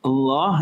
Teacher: The lamb is generally, is almost always muraqqaqa, but in the name Allah, it's mufakhama, right?